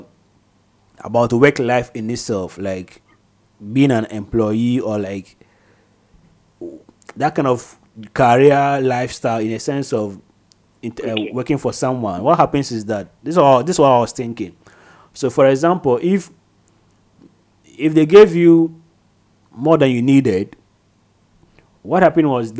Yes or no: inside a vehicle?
no